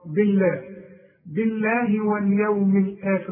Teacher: ما دام الباء مكسوره لفظ الجلاله مرقق